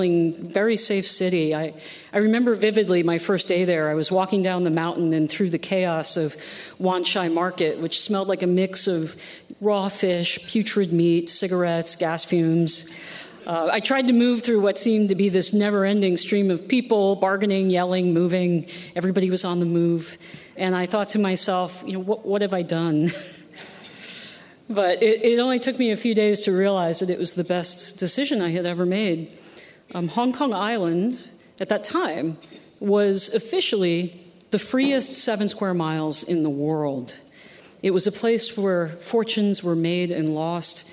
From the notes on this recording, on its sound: at this year's Acton Institute Annual Dinner